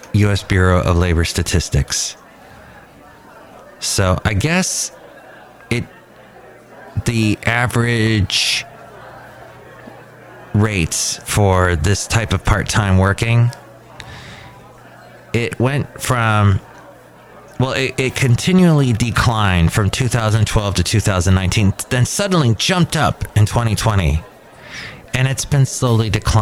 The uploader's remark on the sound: podcasts live from Cafe Anyway